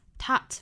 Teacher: taught,尾部 t 省掉